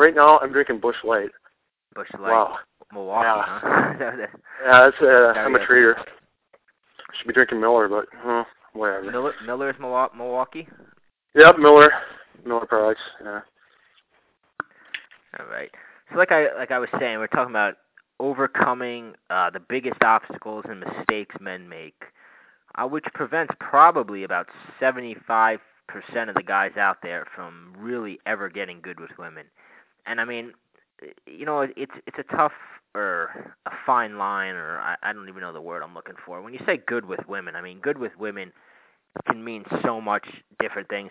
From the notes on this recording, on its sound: on the phone to do a podcast I had wanted to do for a very long time